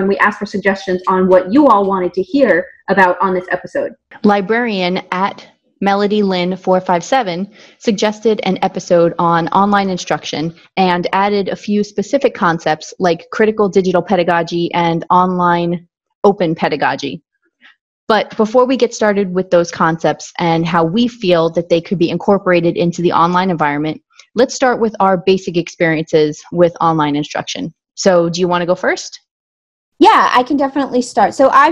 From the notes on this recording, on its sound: NOTE: It's not your speakers! We had some technical difficulties recording this episode and we are sorry for the choppy audio!